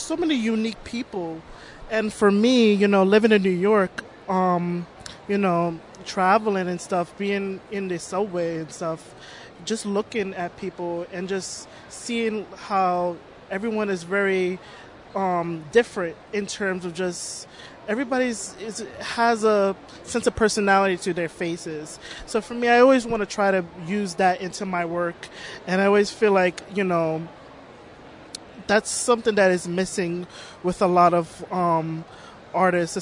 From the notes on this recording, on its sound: recorded at Toronto Comicon